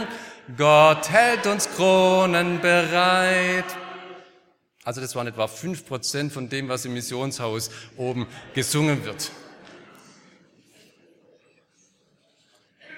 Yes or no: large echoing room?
yes